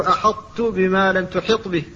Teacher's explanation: كذلك أحط، فلا بد من إظهار الحاء هنا فبعدها الطاء وهي مطبقة مستعلية، فلا بد من النطق بالحاء مفتوحة قبلها